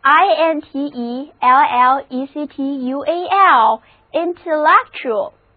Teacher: 重音放在第三个音节上